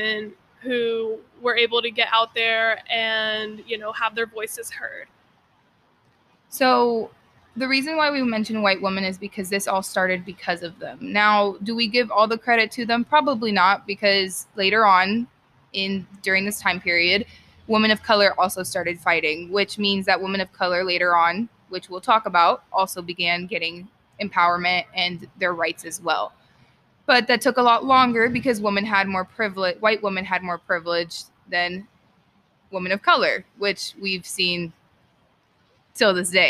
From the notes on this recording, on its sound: If you guys hear background noise, I apologize we were outside recording.